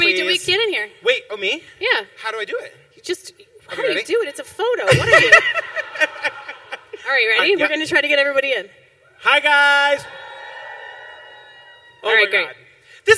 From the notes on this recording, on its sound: Live on the main stage at Broadway con. In front of 2500 people.